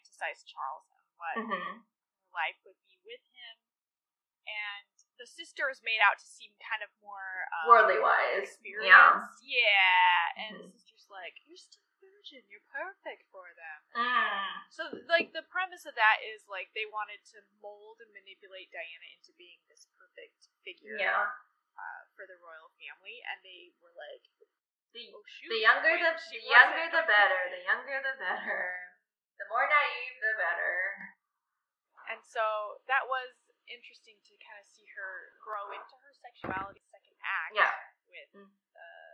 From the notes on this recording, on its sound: The audio quality is a little rough in this one (sorry!)